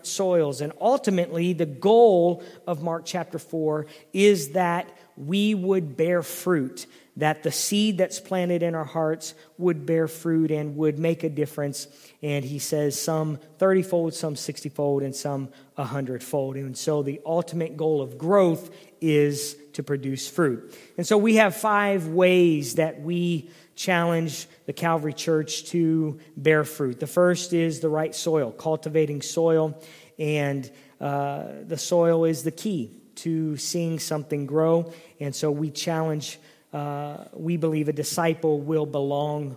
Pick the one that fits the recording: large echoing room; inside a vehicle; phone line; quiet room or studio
large echoing room